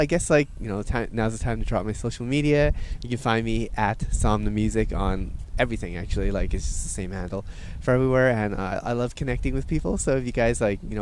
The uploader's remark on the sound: On Location Sessions at ADE 2023